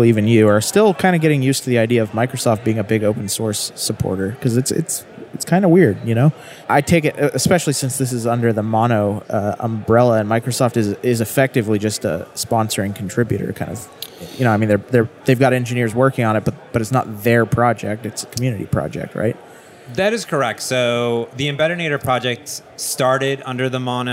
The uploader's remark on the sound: This episode is live at the Microsoft Build 2017 in Seattle